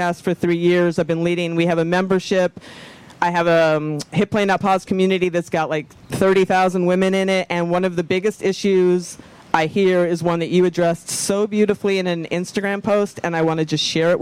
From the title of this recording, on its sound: Live from VinFast Ironman World Championship